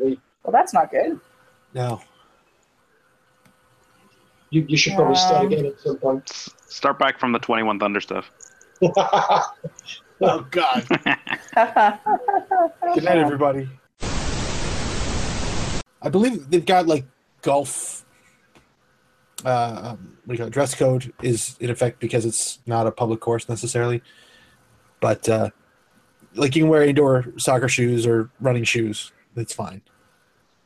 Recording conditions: video call